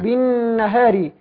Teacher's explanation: كلمة النهار مرققة في حالة الوصل لكونها مكسورة، الراء مرققة لكونها مكسورة، أما في حالة الوقف نقف عليها فهي مفخمة.